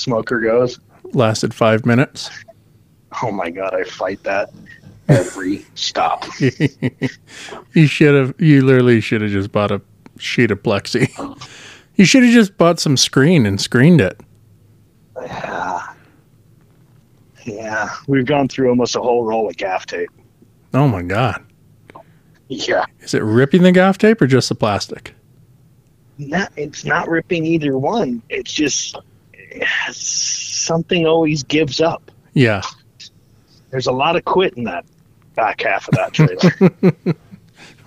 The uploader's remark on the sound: On the phone